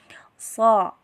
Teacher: so dihasilkan dari ujung lidah bertemu dengan dinding gigi seri bagian bawah